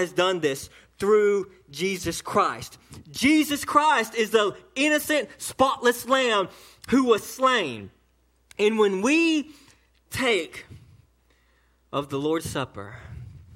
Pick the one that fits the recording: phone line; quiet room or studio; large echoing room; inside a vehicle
large echoing room